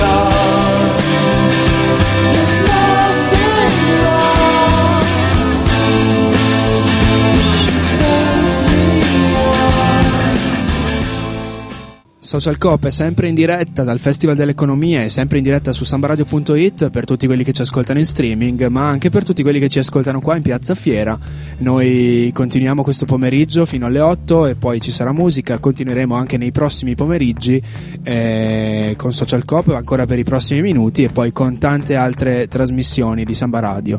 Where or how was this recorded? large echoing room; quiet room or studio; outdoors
outdoors